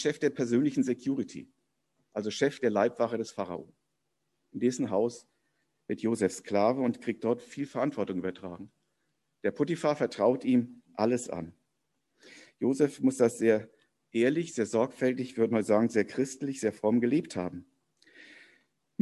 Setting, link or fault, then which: setting, large echoing room